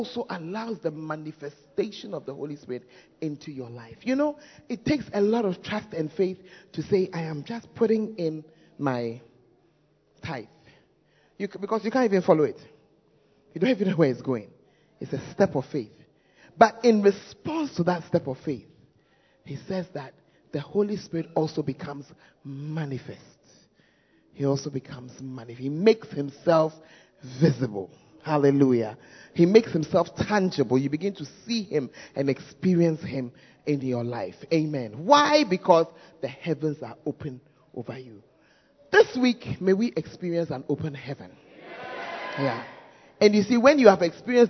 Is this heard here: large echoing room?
yes